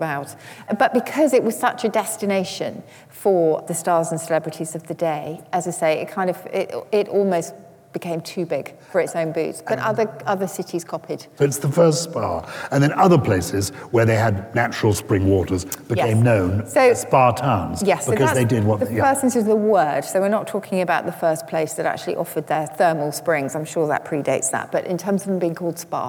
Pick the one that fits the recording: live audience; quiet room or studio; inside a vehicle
live audience